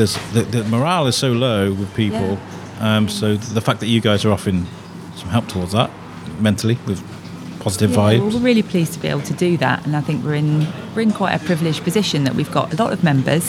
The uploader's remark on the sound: The Shrewsbury Biscuit Podcast. Cafe on the Cop. Your cafe oozes character and it was a fantastic place to record.